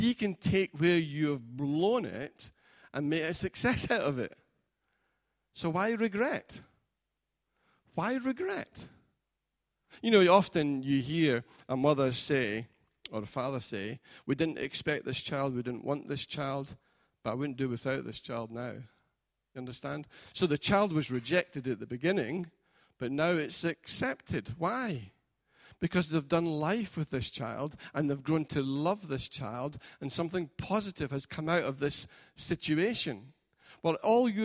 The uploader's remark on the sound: Recorded at freedomcentre church, Preston on Sunday 2nd June 2019